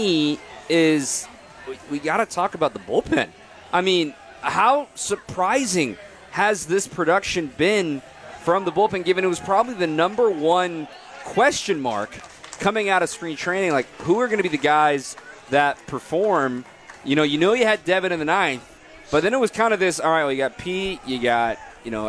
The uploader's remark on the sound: live from Summerfest